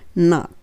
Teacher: don't っていう言葉に短縮あるんですが、この I do not のこの not っていうところですね。ここの部分を I do not っていうふうに not っていうふうに言う人もいるんですが、これはアメリカ英語で言うところでは not なに、なですね。なに近いんですけれども、もう、えっと、今までのお届けしている n の言い方で言うと、上の前歯の裏側にベロを当てて、ちょっと鼻声になる感じで、not になります。